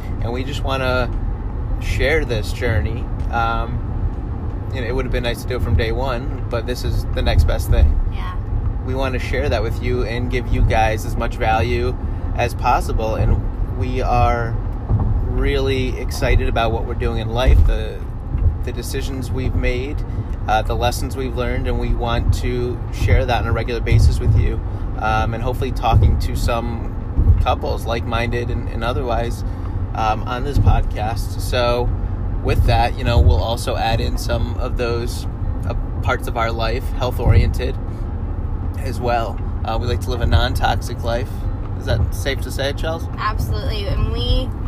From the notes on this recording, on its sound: live from the car!